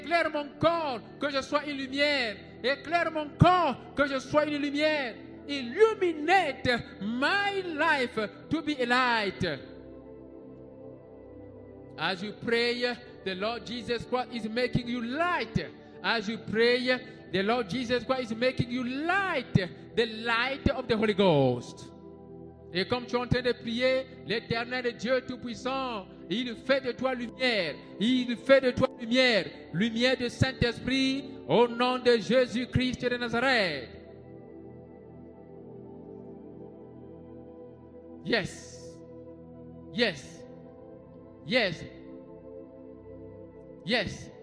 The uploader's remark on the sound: SUNDAY LIVE SERVICE